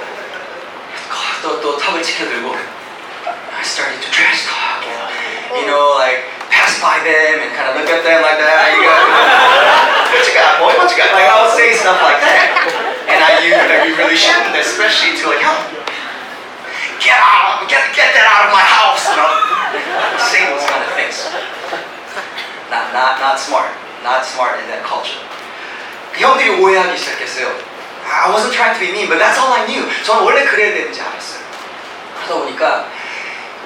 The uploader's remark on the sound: (POOR AUDIO QUALITY). We apologize for the poor audio quality due to technical difficulties.